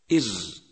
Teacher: يخرج حرف الراء من طرف اللسان مع ما يحاذيه من لثة الثنايا العليا، أدخل إلى ظهر اللسان ويتقعر اللسان عند النطق به.